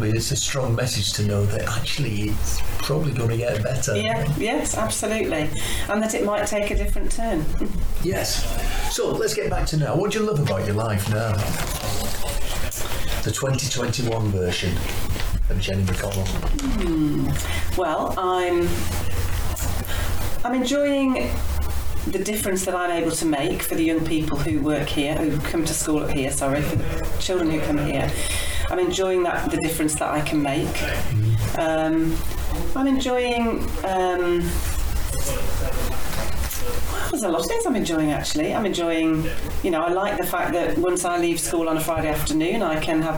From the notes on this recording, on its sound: The sound quality isn't the best. It was the first time the podcast left Zoomland.